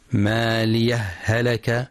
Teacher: ويجوز أيضا عدم السكت وإدغام الهاءين إدغاما متماثلا، فتصبحان هاء واحدة مشددة